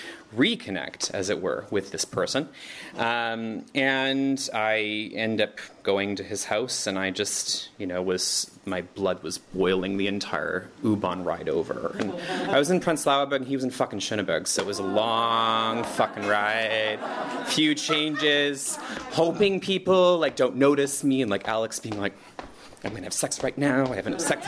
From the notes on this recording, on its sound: Recorded in February 2023 at our Berlin show.